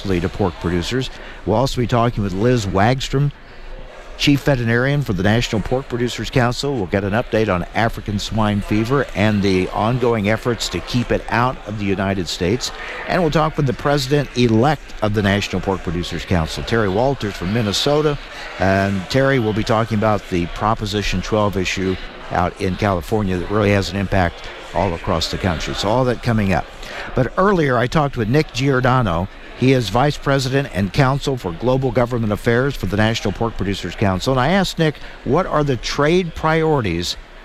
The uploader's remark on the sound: reports from the World Pork Expo's live event in Des Moines, Iowa.